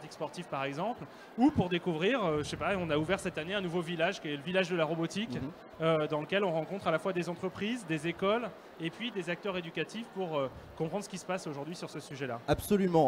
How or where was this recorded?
busy venue